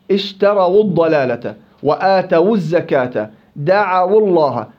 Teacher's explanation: واو لينة ساكنة ما قبلها مفتوح فتضم كذلك نحو اشتروا الضلالة وآتوا الزكاة دعوا الله. · Term: واو الجماعة اللينة